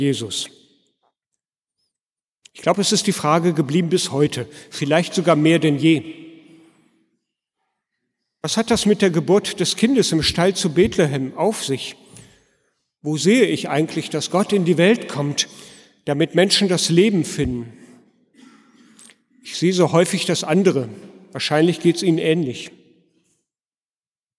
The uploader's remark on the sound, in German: Predigt gehalten in der Martin-Luther-Kirche in Detmold am Heiligen Abend 2016